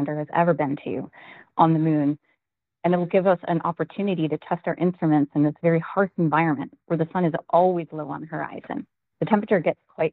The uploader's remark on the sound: NASA NOVA-C Moon Lander Update - Teleconference. NASA held a virtual, audio-only media teleconference.